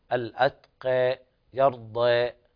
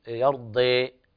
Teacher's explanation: وبرواية ورش له التقليل، وهي المرتبة التي بين الفتح والإمالة · Shown in: first take · الأتقى يرضى بهذه الطريقة، يعني لا تقول يرضي، هذه زادت عن المقدار المطلوب في التقليل.